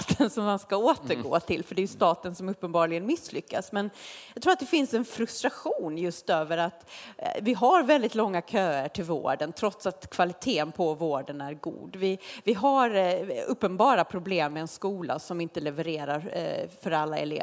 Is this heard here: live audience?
yes